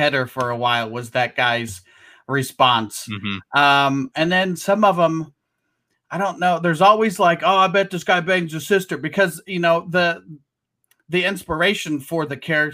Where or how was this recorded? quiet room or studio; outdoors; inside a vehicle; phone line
quiet room or studio